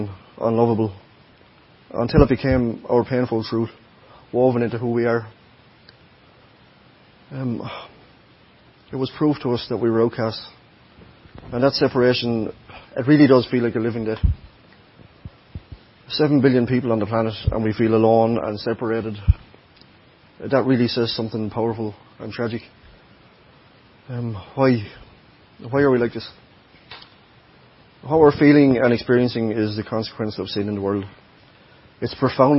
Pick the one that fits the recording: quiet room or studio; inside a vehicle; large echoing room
large echoing room